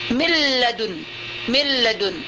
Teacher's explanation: Begitu juga nun milladun, mil dia harus min ladun, tapi nun itu sudah tidak ada, sudah masuk nun itu ke dalam harful lam, masuk sempurnanya, sempurna, sampai sifat-sifat kurnanya tidak ada. · Term: idgham kamil bi ghair ghunnah